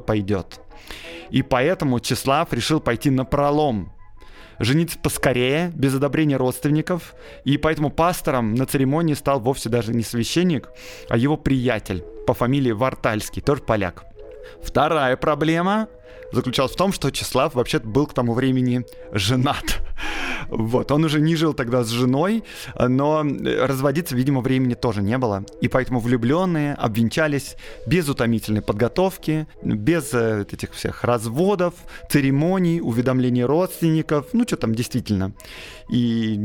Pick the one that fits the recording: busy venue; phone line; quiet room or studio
quiet room or studio